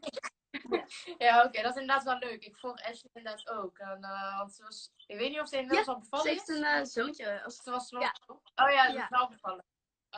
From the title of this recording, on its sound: Instagram Live